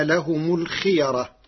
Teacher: فالقراء جميعا متفقون على تفخيم الراء، لأن الياء قبلها محركة بالفتح